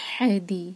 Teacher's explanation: یہ جو ہا ہے اس کو حلق سے نکالنا ہے